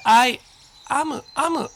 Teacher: 日本語のあじゃないんですね。あとえの中間の音、え、という音、え。これ、曖昧母音って言うんですけども、あとえの中間と覚えてください。I am ではなく、I am, Iam。むしろ、I am の方に聞こえるかもしれない。Iam。で、短縮すると、I'm,I'm。あが消えるので、ちょっと、さっきの、今の発音はなくなるんですけども、I'm。さあ、そこのところですね。is は普通に is と言って大丈夫です。じゃあ、practice いきますね。practice は練習という意味です。